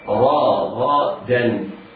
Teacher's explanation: الراء راء مفتوحة حكمها التفخيم، والغين مفتوحة حكمها التفخيم، بعدها الدال من حروف الاستفال فيكون حكمها التلقيق.